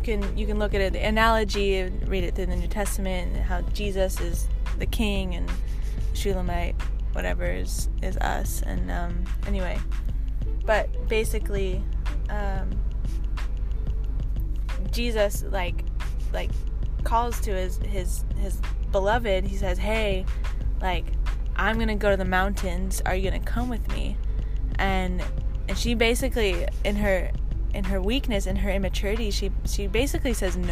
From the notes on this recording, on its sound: joins me in my car